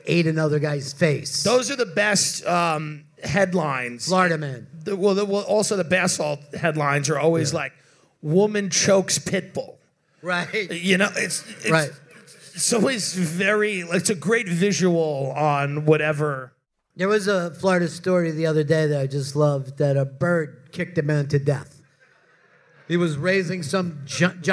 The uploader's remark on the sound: This week's episode was recorded LIVE from Moontower Comedy Festival.